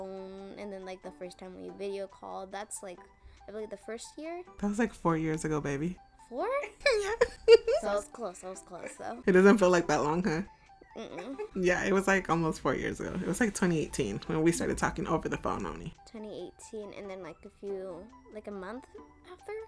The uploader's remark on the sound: This episode contains audio levels that are all over the place. Kinda what happens when you record with your littles.